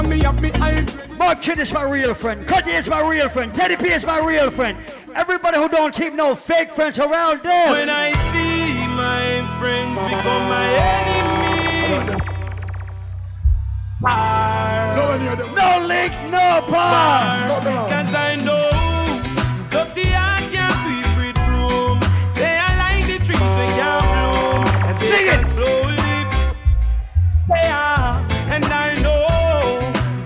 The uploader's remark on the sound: LIVE AT ISLAND SATURDAYS - 3/23/19